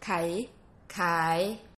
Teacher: The rising tone starts low and rises up to a mid-tone.